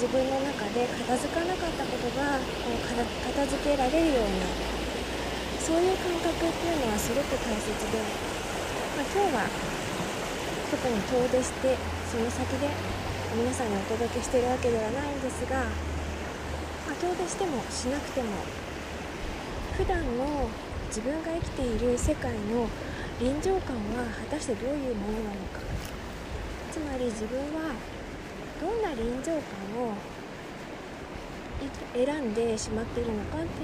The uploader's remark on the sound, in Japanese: 今回は川沿いを歩きながら。マイクが水音をかなり拾ってしまったので、イヤホンで聴くとうるさく感じるかもしれません。